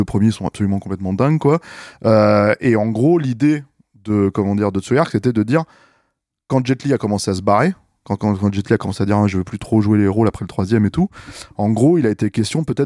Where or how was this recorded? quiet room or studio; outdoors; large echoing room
quiet room or studio